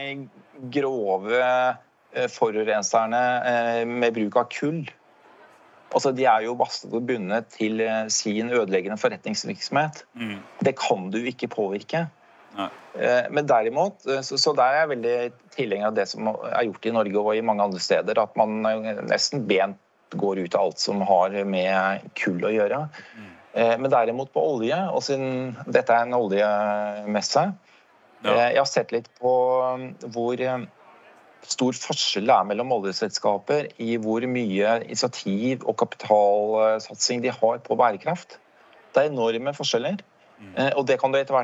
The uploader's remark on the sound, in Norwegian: LIVE på ONS 2022